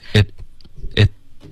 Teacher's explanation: 应该是结尾舌尖顶上颚而已，它可以非常放松的停顿